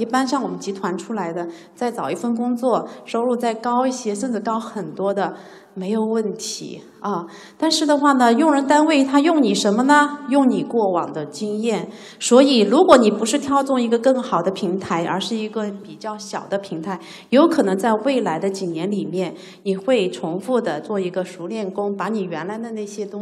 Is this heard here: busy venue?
yes